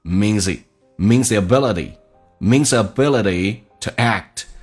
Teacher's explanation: th 被击穿，直接用 z 跟 e 形成个零